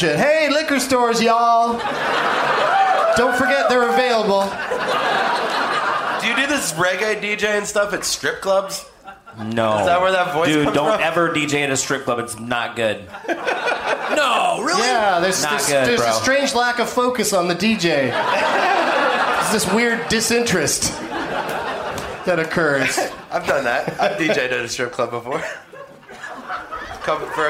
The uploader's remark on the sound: Live from the Comedy Club on State in Madison, WI